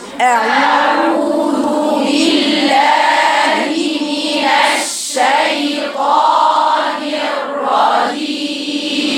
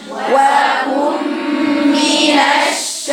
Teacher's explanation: يجب بيان يا بناتي الشين وإظهار صفة التفشي